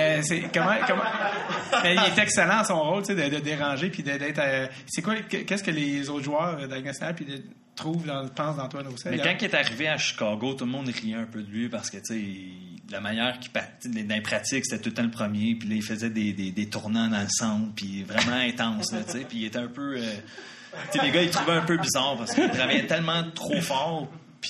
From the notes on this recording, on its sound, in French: On vous présente ici le 2e épisode enregistré devant public en juillet 2017 dans le cadre du Zoofest!